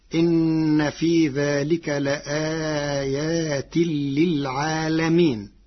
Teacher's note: قرأ ورش كلمة للعالمين بفتح اللام فتصير إن في ذلك لآيات للعالمين، على أنه اسم جمع لعالم بفتح اللام.